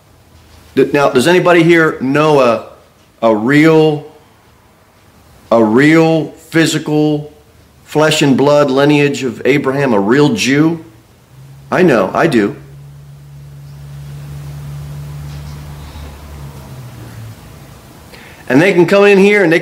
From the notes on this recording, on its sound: Sermon delivered at Pilgrim Baptist Church on Sunday, January 14, 2024, at 2-15 pm.